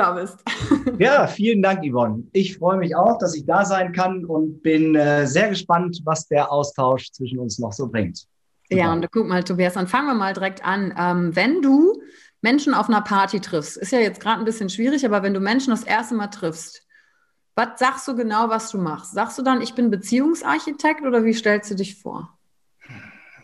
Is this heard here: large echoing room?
no